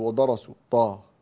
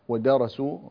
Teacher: ليبعثن كذلك قلق الباء، ودرسوا ما فيه، رقق الدال، لا تقل ودرسوا طا، لا ودرسوا، رقق الدال حتى لا تشبه الضاد · Shown in: second take